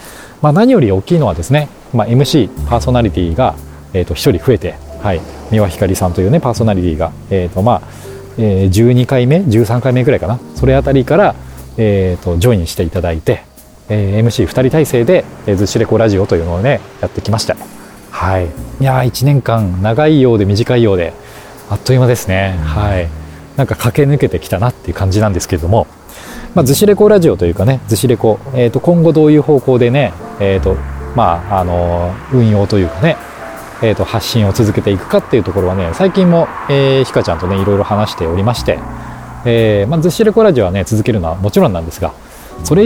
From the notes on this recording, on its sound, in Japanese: ロケ地：真夜中の逗子海岸。真夜中の 浜に響くは 波の音…。